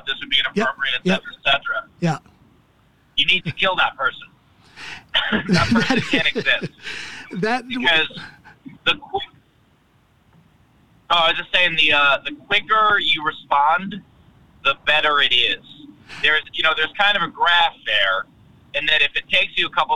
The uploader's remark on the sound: driving from Phoenix, Arizona and was on his way to Los Angeles, California when he and I spoke for this episode